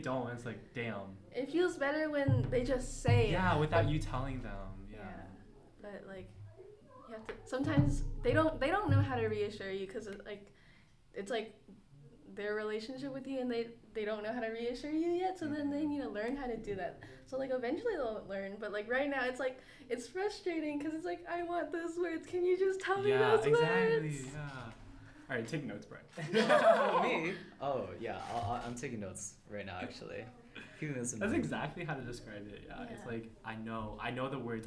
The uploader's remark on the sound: sorry for thuds and background noises